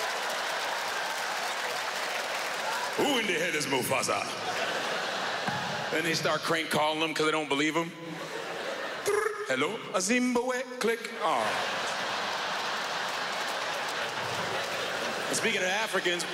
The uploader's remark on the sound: standup at the Just For Laughs Montreal Comedy Festival 2012